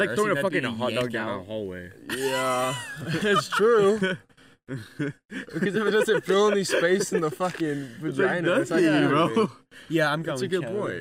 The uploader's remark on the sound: sprinklers soak us mid recording